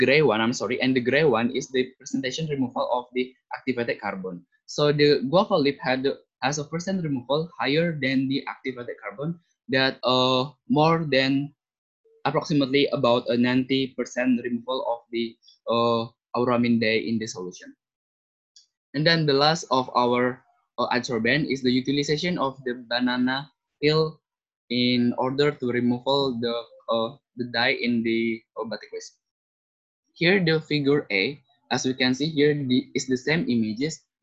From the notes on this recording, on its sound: zoom meeting